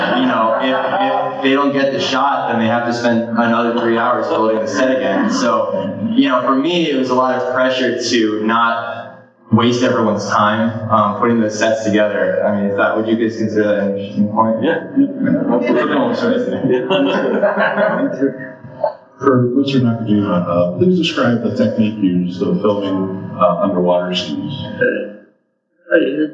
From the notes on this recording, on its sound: LIVE Panel. At Days of the Dead Con!! The audio for this is a little rough, as the convention did not have a proper set up to accommodate some of the recording hardware.